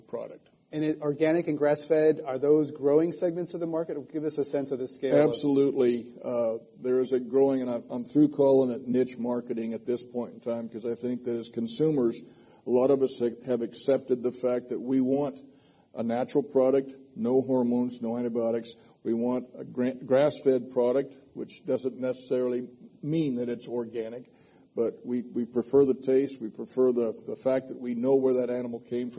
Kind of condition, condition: setting, live audience